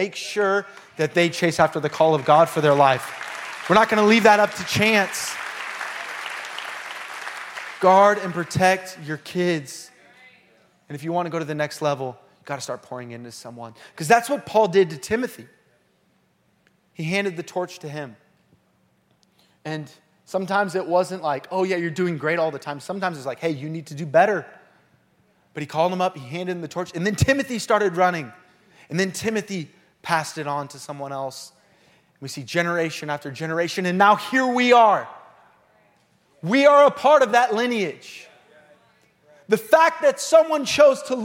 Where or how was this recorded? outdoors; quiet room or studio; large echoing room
large echoing room